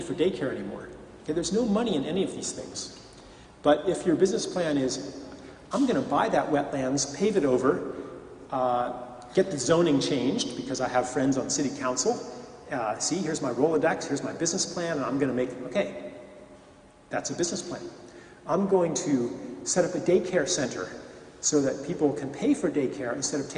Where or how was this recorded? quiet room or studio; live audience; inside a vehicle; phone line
live audience